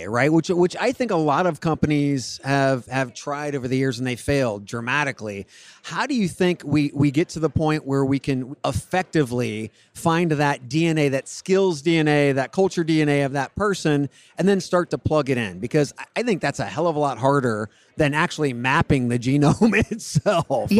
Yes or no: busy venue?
yes